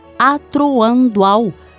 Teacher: Para contornar isso, fala-se atroando ao, como se fosse um tritongo, uma vogal entre duas semivogais. Resumindo, essa perda da autonomia de uma vogal que se transforma em semivogal para poder se juntar ao encontro vocálico logo a seguir, recebe o nome de sinalefa